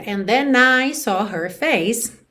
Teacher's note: Then com I, é claro que você liga, igual em português, uma palavra que finaliza em consoante, aqui no caso N, e a próxima palavra começa com vogal, você liga